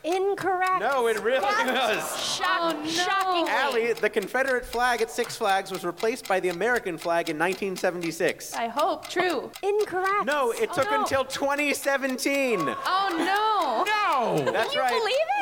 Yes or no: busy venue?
yes